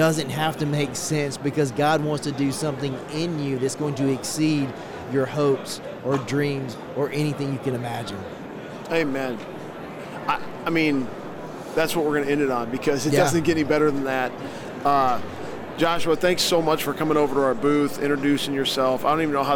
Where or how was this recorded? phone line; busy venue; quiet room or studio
busy venue